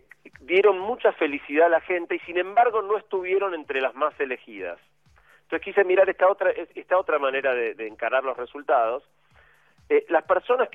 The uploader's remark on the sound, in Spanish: Perdón por la calidad del audio, pero esta vez tuve que hacer la columna por teléfono desde Bariloche, donde estaba por el eclipse de total de sol del día anterior.